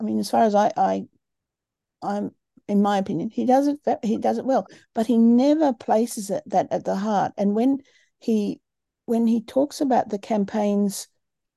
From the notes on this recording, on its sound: A live webinar on Sunday 27th August 2023 10am UK time.